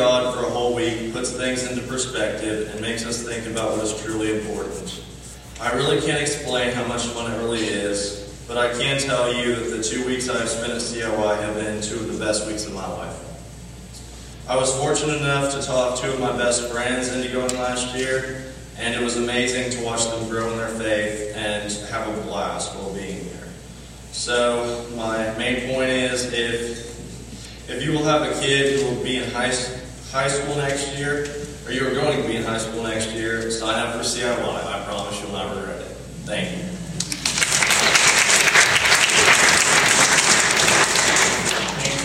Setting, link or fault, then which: fault, poor sound quality